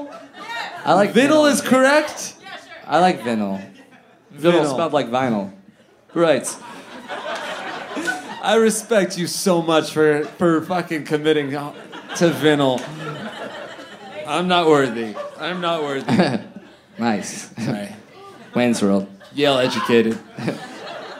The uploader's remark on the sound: live at Resident in Downtown LA!